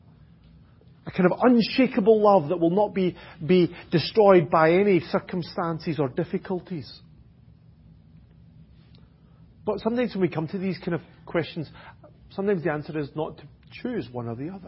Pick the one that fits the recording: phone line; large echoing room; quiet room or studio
large echoing room